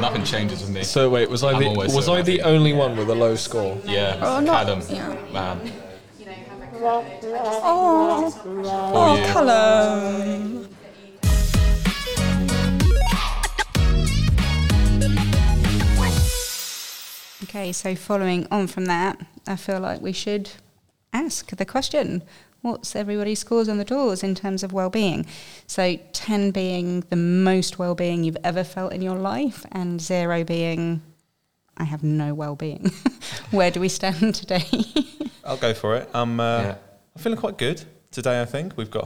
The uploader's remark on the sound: It's another special episode, this time recorded during SJLHS Sixth Form open evening.